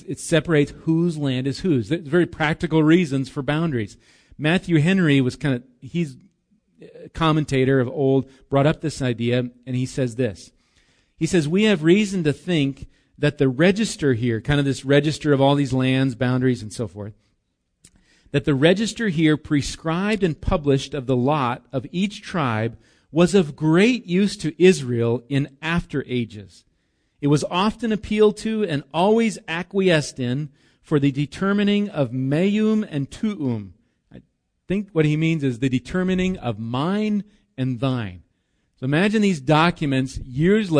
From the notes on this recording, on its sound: Recorded live at Bethany Bible Church on 8/11/19